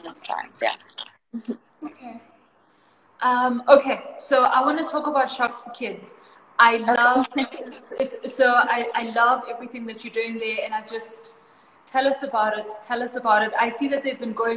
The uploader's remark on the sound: This podcast is created from Instagram Live recordings